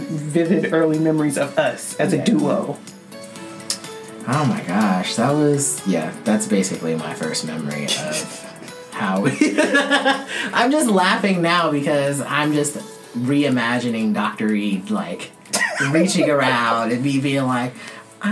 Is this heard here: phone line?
no